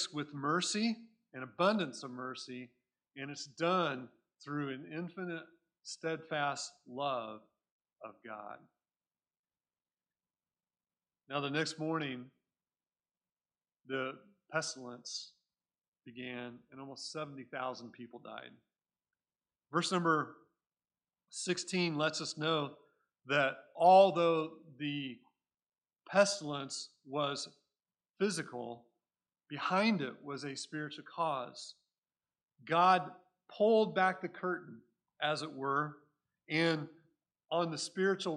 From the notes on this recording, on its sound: Recorded at Cornerstone Church in Mesa, AZ